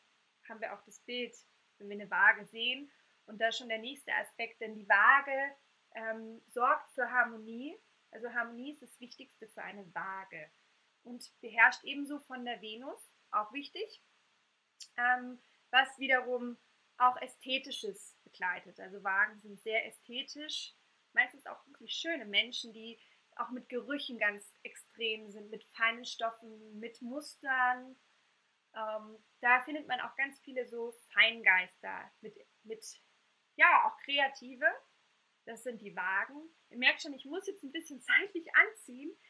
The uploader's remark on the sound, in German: Einer Live-Aufnahme meines ersten Webinars. Bitte entschuldigt den Unterschied in der Tonaufnahme.